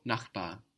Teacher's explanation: It ends in a consonant. It doesn't sound like a consonant, though. Sounds like an A, no? Nachbar. So in this case, you will just add an N, as if you were adding it on to a vowel.